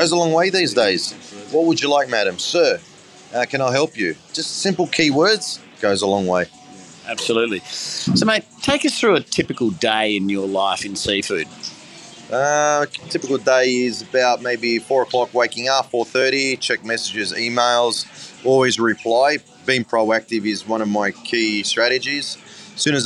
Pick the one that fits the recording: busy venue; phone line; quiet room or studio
busy venue